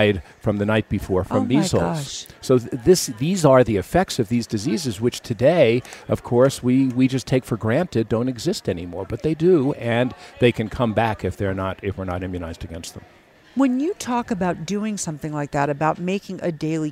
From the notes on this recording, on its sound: TAKEOVER is a special series of episodes that put you on the ground during the Aspen Ideas Festival in Aspen, Colorado.